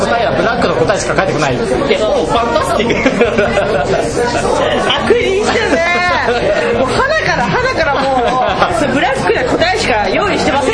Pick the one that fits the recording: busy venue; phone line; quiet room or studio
busy venue